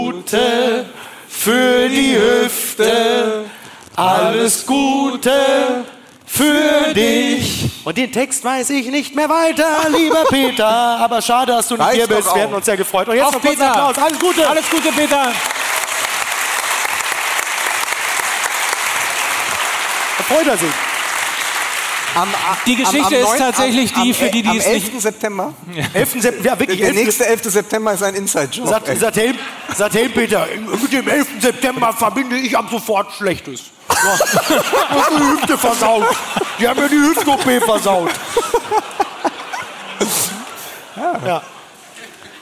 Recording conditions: live audience